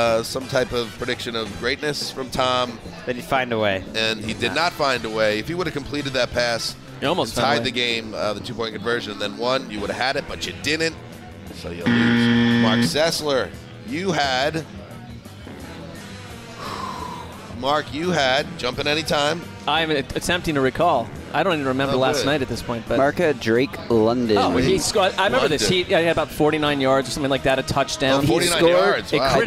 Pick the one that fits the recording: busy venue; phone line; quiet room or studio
busy venue